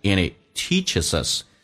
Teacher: 用 and 连音，然后 h 音去掉变成 and he teachesus